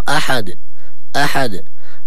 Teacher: لما أقرأ أقول قل هو الله أحد أحد، أفضل مما أقول أحد أحد وكأني بترت الكلمة. لابد من تبيين قلقلة الدال في الآيات كلها